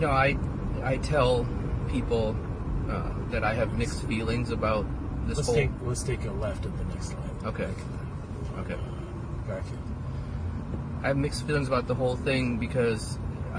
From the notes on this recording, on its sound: We recorded this while I drove him around the south side of the city.